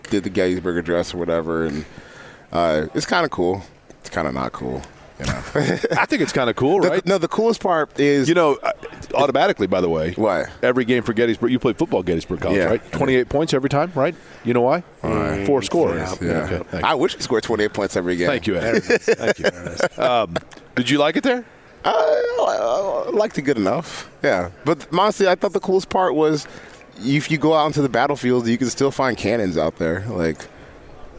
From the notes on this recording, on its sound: from Radio Row at the NFL Combine